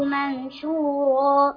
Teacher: الإخفاء نون ساكنة وبعدها الشين